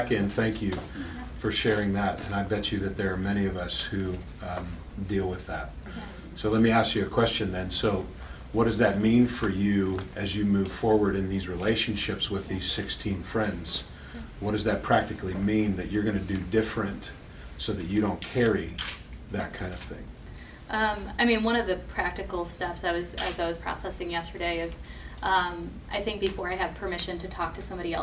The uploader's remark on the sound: The following audio comes from the National Disciple Making Forum by Discipleship dot org. Lionshare hosted a track called “The Holy Spirit and Transformation.” That’s where we recorded the audio for today’s episode. A Live Small Group Demonstration.